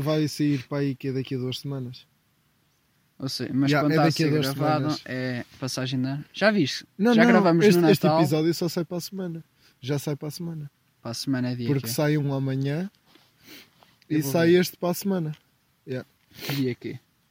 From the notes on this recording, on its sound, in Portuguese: gravado no meio da serra ao pôr do sol